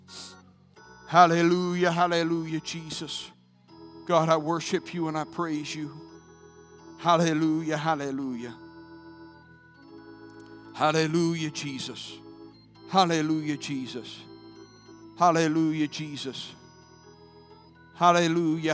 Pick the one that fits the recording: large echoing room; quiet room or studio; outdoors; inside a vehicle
large echoing room